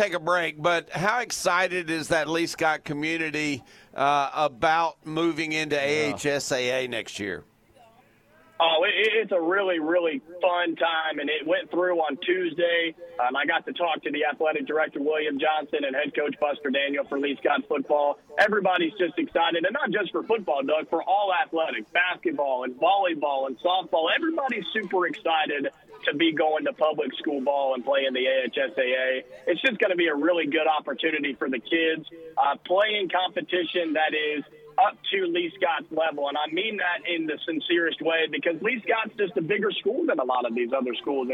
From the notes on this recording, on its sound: Were at Montgomery Catholic for the show. Checked in via phone and discussed his team's victory.